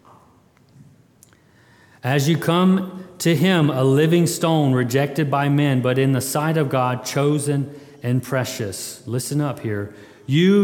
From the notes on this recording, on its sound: February 20, 2022 at Immanuel Baptist Church